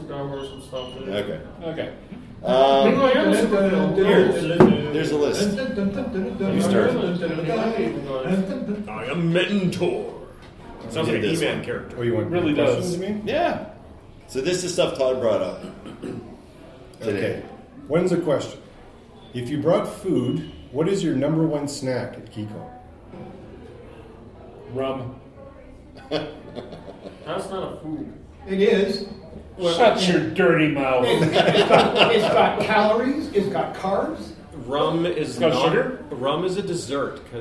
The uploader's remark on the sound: Episode 380 – Live from Keycon 2022